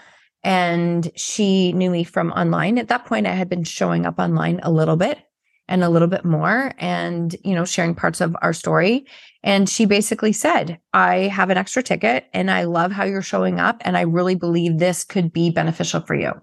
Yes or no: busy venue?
no